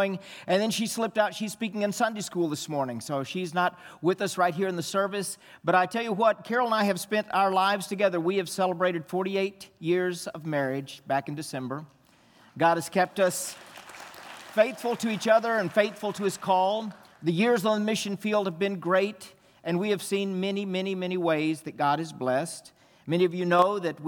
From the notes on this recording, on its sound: This message was from the Sunday morning worship service during our engage missions conference.